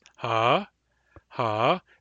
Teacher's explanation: You might have noticed when I said ha, ha, my voice went up in pitch at the end, and that is normal. In every dialect, the word for yes, ha, has that rising intonation. It's a long, low intonation followed by a rise.